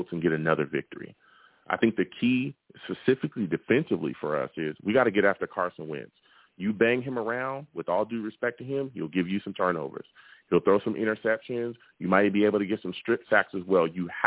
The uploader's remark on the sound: I also take live callers as well!